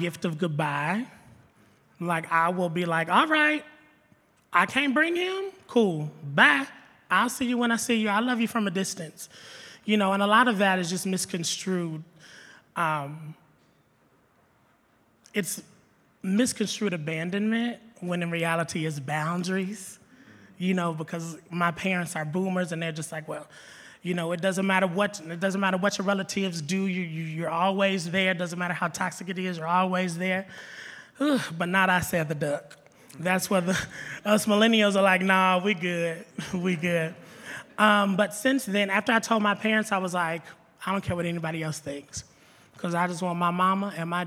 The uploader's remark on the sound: 2023 Creating Safe Spaces For LGBTQ+ People Panel. The panel also responded to questions from those in attendance.